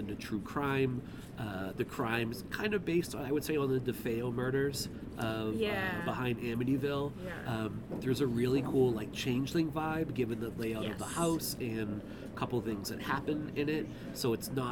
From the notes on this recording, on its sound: Dispatches From TELLURIDE HORROR SHOW. We snagged some coffee and breakfast burritos while taking in the mountain air.